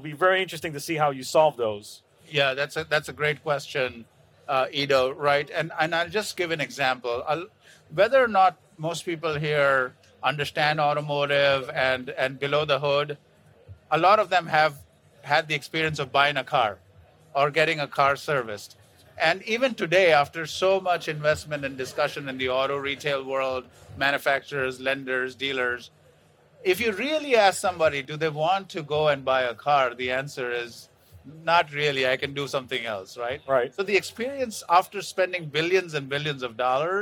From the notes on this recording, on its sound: CES 2023 Fireside Chat. This episode features a fireside chat recorded live at CES 2023.